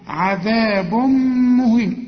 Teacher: كل تنوين يجي بعده ميم زي اللي معانا دي تغن · Term: ادغام بغنة